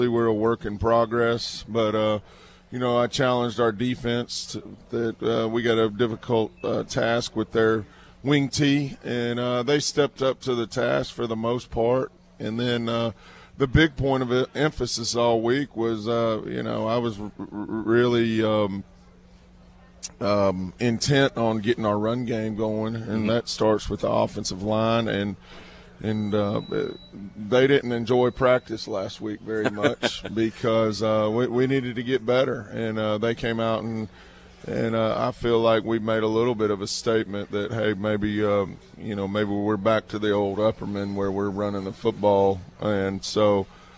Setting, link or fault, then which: setting, busy venue